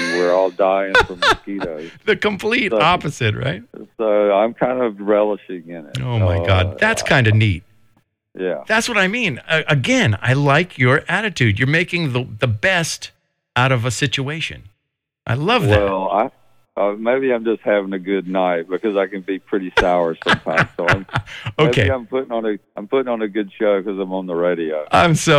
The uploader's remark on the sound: Sits in on a recent interview from Neighborhood Night. Chats on the phone.